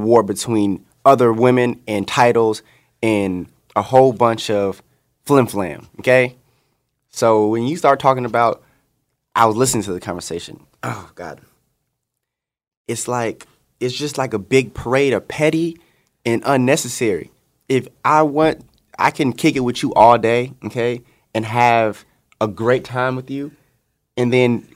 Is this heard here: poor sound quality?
no